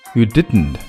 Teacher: You didn't,这个很自然,t,省略不要了